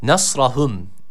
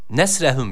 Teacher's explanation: Nesrahum şeklinde bir okuma var. Yani sakin olan sat harfimizi keskin olan sin harfiyle karıştırmayalım · Shown in: first take